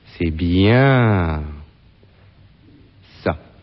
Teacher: Il y avait entre « c'est bien » et « ça » un intervalle plus grand. C'est bien ça.